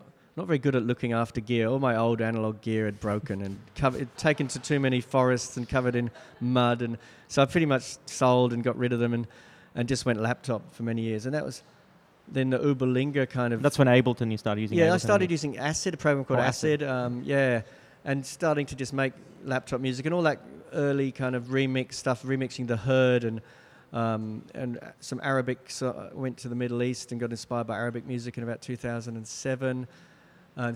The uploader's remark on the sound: Live public conversations in the gallery focused on the renegade party and protest culture in Sydney.